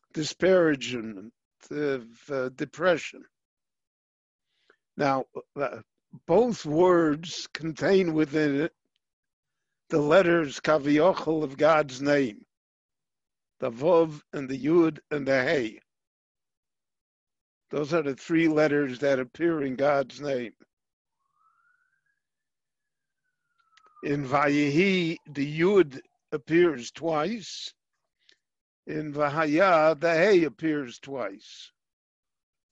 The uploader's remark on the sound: This lecture on Parshat Ki Tavo was given LIVE via Zoom in Jerusalem.